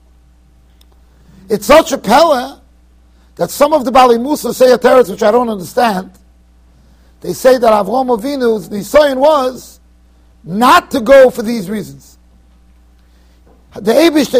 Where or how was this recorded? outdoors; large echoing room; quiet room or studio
large echoing room